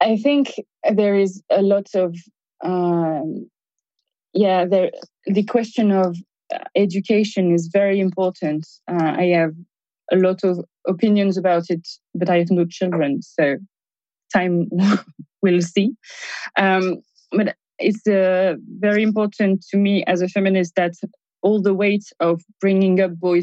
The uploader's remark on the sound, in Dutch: This conversation was recorded during an online event hosted by TivoliVredenburg in collaboration with publishing house Atlas Contact. Dit gesprek is opgenomen tijdens een online event dat werd gehost door TivoliVredenburg in samenwerking met AtlasContact op 1 maart 2021.